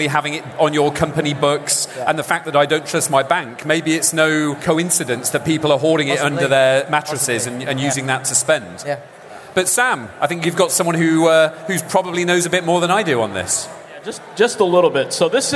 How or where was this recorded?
busy venue